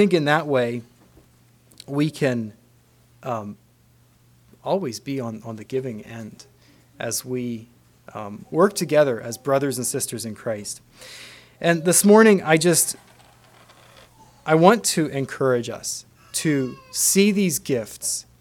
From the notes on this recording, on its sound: Message preached at Word Of Hope on July 23, 2023.